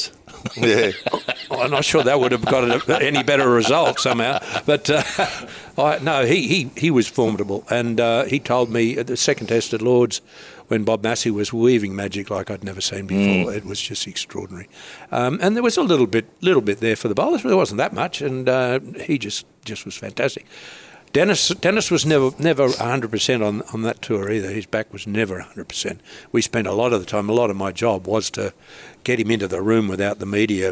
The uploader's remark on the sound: This episode was recorded and filmed at Mosman Rowers.